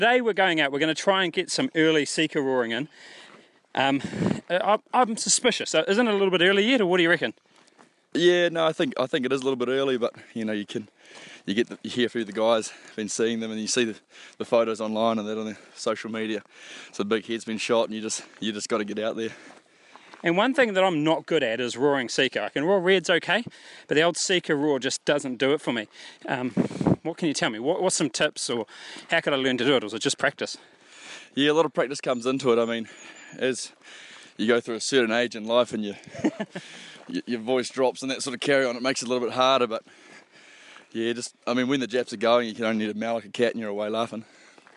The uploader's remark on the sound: Recorded from the Kaimanawas.